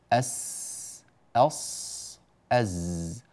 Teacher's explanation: من طرف اللسان أيضا، لكن طرف اللسان يأتي ويصادم ما بين أطراف الثنايا العليا والسفلى، هذه الثنايا العليا والسفلى معا فوق بعضها، اللسان هنا ما بين الثنايا العليا والسفلى أقرب إلى السفلى، هذا حرف السين والصاد والزاي. · Term: حروف الصفير